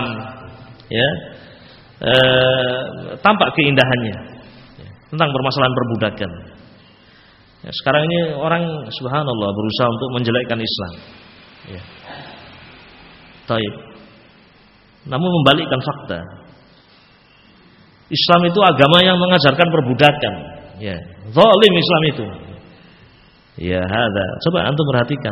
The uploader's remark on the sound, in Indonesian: Dari Masjid Ibnu Taimiyyah Sanggrahan, Grogol , Sukoharjo. File Audio 32kbps.